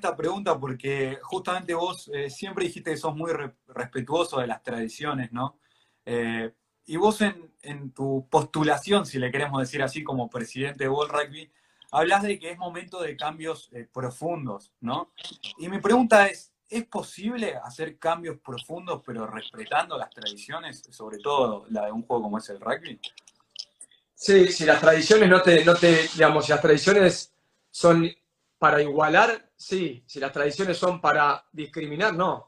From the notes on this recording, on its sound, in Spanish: entrevistar por instagram Live